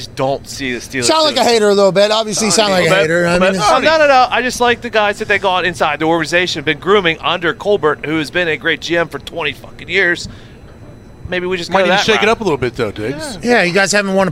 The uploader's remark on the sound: LIVE From Radio Row In LA. Live from radio row in Los Angeles.